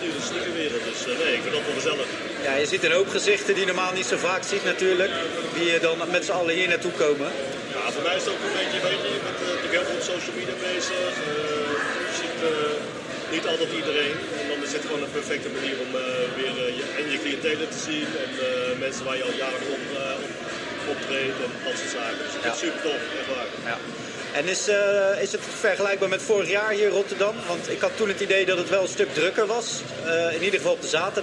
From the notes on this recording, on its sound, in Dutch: SneakerPraat - Episode 13 op Sneakerness. Het is een live-event dus er blijft wat rumoer op de achtergrond... Sneakerness Rotterdam 2023 is een feit.